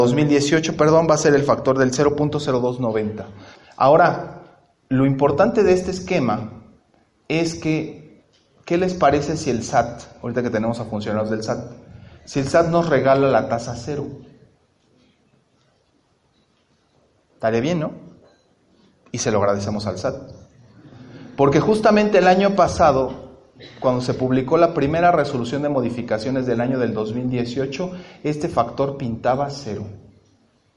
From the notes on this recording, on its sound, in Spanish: compartimos la exposición dentro del Panel Universitario en el marco de los festejos de la Semana de la Contaduría Pública 2019